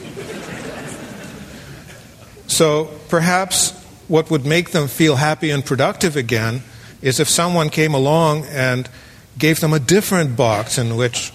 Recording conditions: live audience